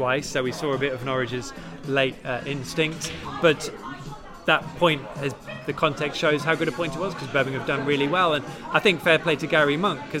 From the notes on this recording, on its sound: The PinkUn Show is LIVE from The Woolpack. All Canaries supporters are welcome every week to pop along to the pub and have their say live on the show.